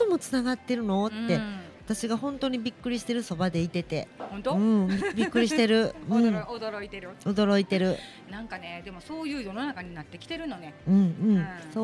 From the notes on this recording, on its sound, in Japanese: 炭火焼肉・ステーキ萬華様。解体ショー&じゃんけんゲーム実況最高級のお肉を存分にいただきながらの収録でした。